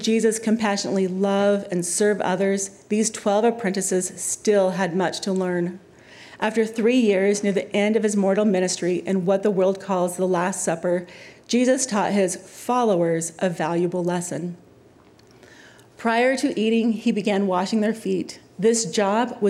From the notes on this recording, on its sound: live devotionals and forum addresses from the BYU campus